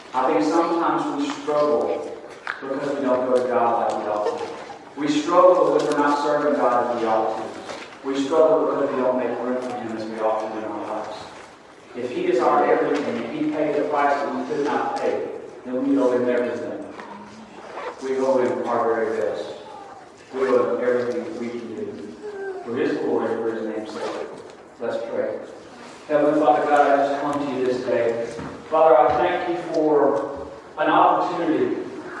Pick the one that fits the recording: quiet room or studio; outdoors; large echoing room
large echoing room